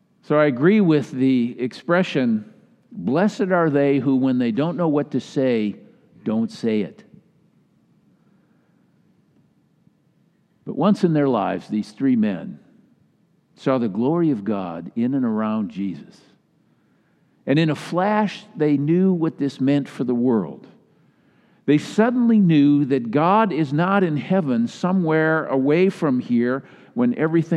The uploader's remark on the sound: Delivered during the Traditional Worship Service